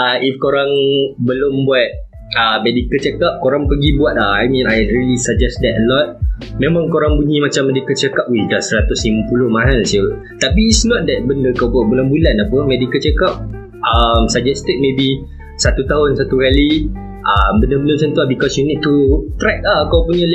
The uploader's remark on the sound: Disclaimer: Mohon maaf for the poor audio quality, I've tried my best to master and edit and hope it is enjoyable.